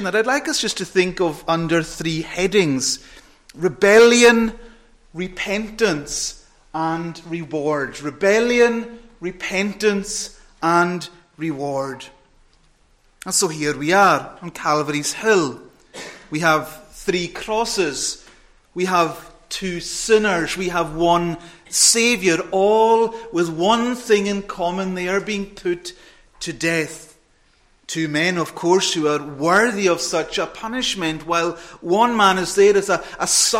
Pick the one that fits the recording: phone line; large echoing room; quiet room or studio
large echoing room